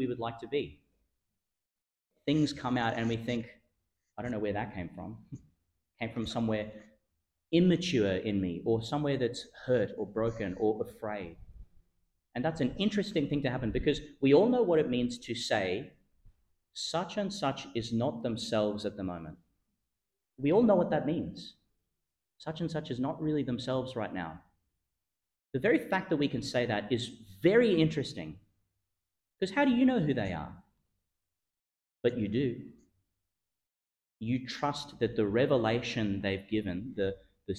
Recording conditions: large echoing room